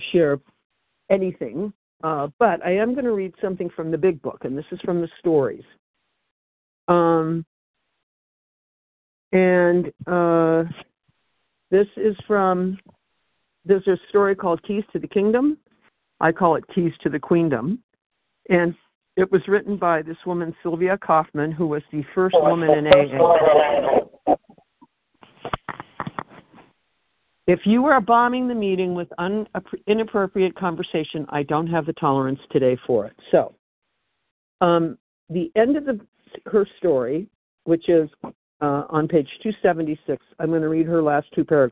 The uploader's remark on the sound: Phone Meeting, 12/28/23.